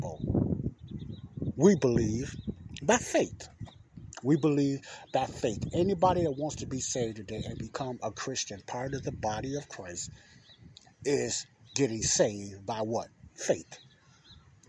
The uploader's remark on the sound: this is my outside talk